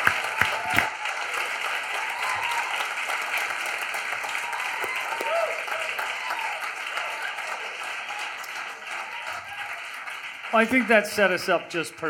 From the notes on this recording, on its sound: We recorded this talk live at the Bootleg Theater in Los Angeles.